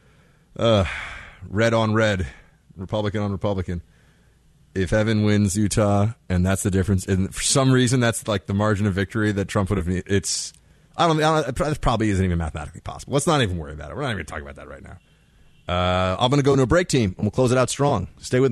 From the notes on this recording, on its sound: your phone calls